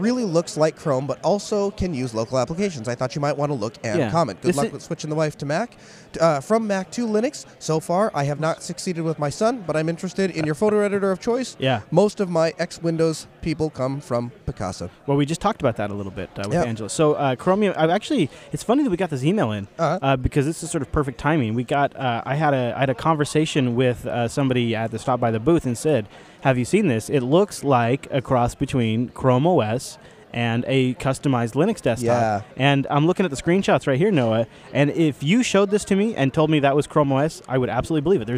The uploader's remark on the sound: Live from the floor of LinuxFest Northwest 2015